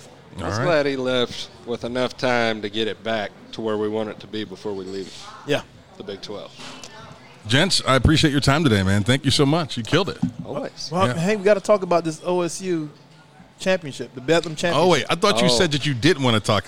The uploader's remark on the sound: LIVE from Brent's Cajun Seafood